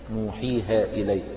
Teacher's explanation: نوحيها إليك، توفرت في هذه الكلمة يعني شروط الحروف الثلاثة، اجتمعت الحروف الثلاثة وتوفرت إيه شروط مدها، ففيها واو ساكنة قبلها ضم، وياء ساكنة قبلها كسر، وألف ساكنة قبلها فتح · Term: حروف المد